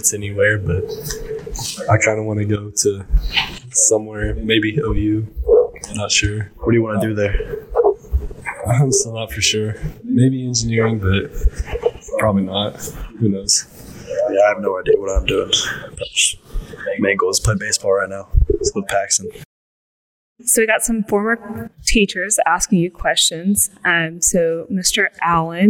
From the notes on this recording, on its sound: This is the first podcast, so the audio is a little off.